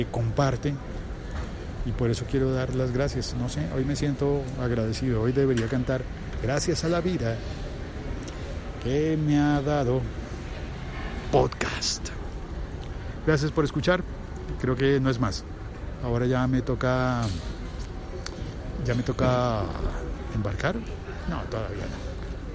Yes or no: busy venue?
yes